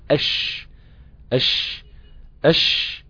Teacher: الشين قريبة أنها تتصل بمخرج حرف الظاء